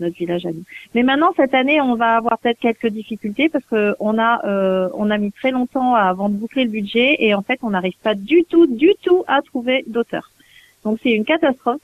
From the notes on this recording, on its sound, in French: reçoit par téléphone